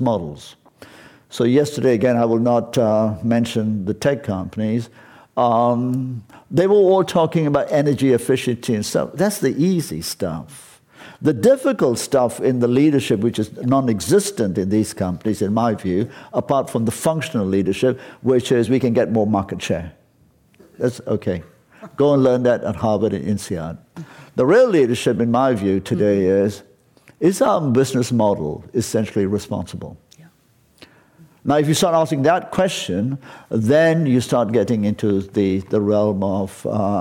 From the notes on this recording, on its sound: This program was recorded in front of a live audience at The Commonwealth Club in San Francisco on March 15th, 2019.